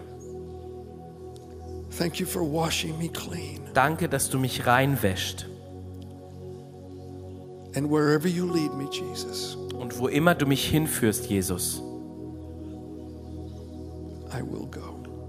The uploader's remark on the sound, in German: Aus unserem Gottesdienst.